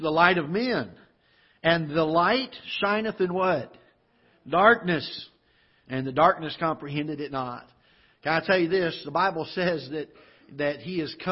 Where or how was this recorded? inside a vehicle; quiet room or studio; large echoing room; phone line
large echoing room